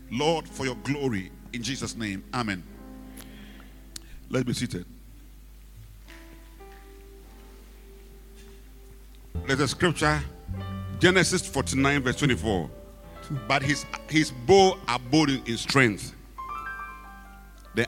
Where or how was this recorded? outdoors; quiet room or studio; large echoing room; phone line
large echoing room